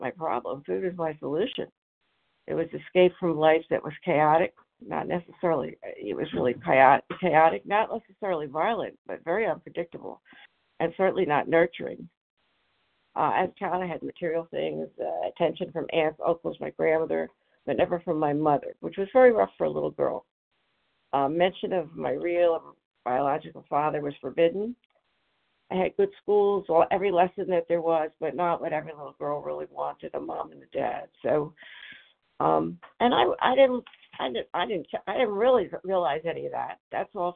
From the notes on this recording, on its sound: 100 Pounders Phone Meeting